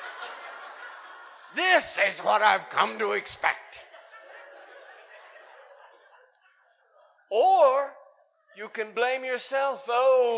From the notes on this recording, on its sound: Recorded live in Liberty Church in 2019